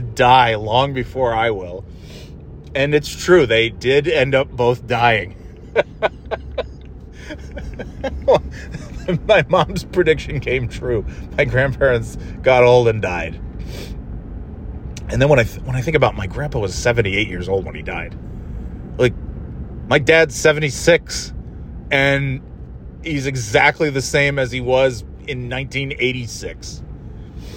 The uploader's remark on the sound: Just driving around and talking about whatever